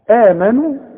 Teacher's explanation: آمنوا، احنا خدنا الهمزة اللي في وسط السطر اللي بعدها ألف، قلنا دي لازم تمد بمقدار حركتين اسمه مد طبيعي